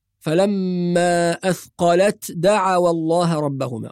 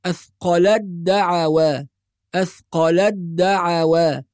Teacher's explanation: فلما أثقلت دعوى الله ربهما، بعض الناس يظهر التاء فيقول فلما أثقلت دعوى الله ربهما، وهذا خطأ، فالتاء تدغم في الدال، يبقى ننطق دال مشددة بعد اللام مباشرة · Shown in: second take · أثقلت دعوى، أثقلت دعوى هكذا، فلما أثقلت دعوى الله ربهما لئن آتيتنا صالحا لنكونن من الشاكرين.